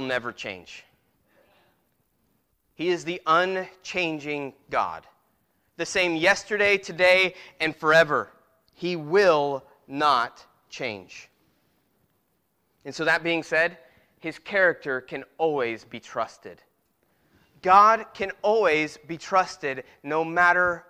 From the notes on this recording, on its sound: Preached at Christian Fellowship Church, Peru Indiana.